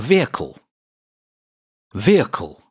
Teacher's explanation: In fact, this word is pronounced as a two-syllable word. The I in the middle is not pronounced.